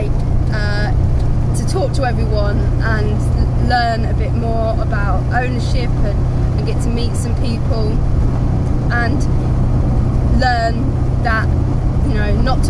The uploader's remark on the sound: all recorded from my 1968 Morris Minor, Peggy